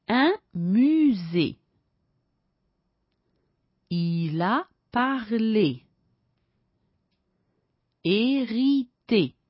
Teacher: Il suono è chiuso, come in italiano, con la congiunzione e. · Term: accento aigu